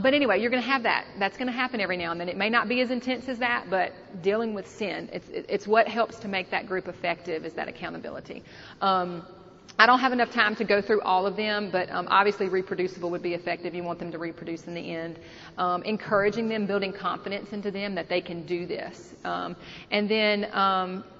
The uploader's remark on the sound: The following audio comes from the 2016 National Disciple Making Forum with Discipleship.org.